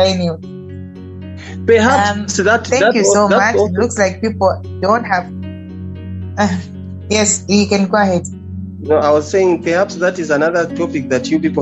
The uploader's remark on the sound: Youth zoom meeting.